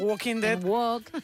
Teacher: no pronuncian la L, al igual que ocurre en Walking